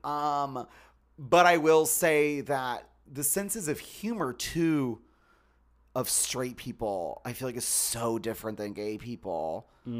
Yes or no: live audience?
no